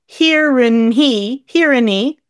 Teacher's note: And it's and is reduced to un.